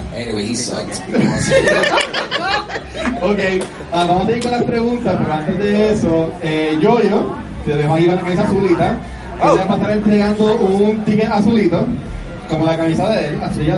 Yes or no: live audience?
yes